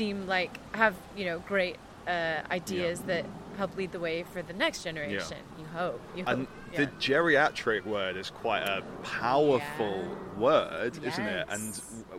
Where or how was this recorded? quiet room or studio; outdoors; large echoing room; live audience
outdoors